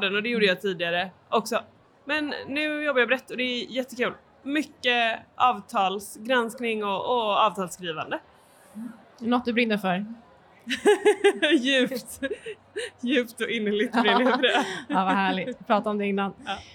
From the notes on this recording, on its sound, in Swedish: Under säsongens första mässa i Stockholm tidigare i år så anordnades en "A cup of"-livepodd i tre delar